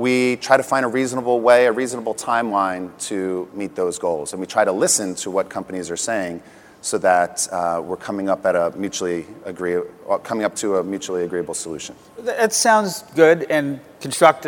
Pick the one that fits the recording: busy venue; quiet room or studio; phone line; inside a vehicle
busy venue